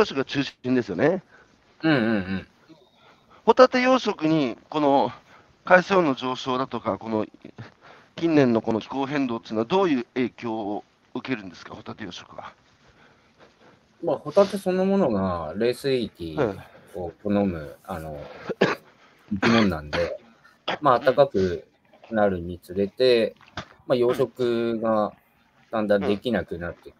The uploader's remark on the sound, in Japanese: 歩きながら1時間、対談する。